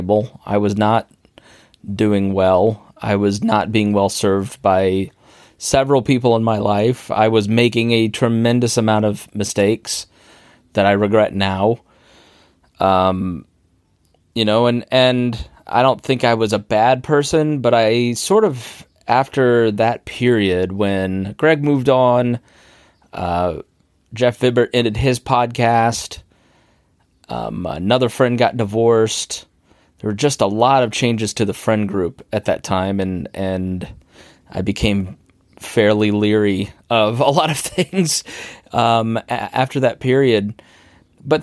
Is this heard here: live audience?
no